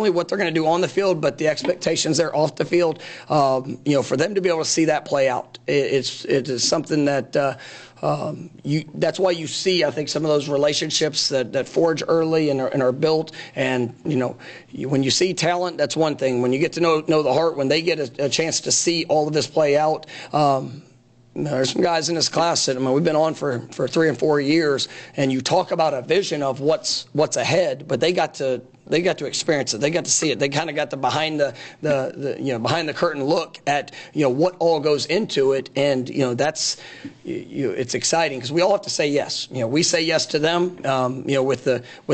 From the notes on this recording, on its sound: National Signing Day Press Conference